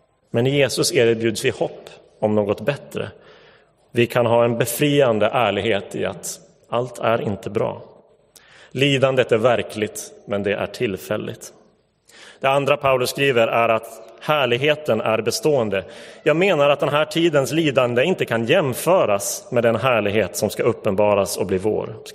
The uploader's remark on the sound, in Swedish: Inspelad i Roseniuskyrkan den 4 september 2022.